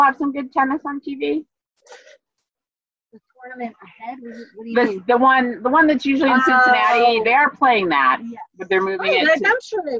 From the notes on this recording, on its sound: We apologize that the sound quality is a bit low. We were tring some different recording options.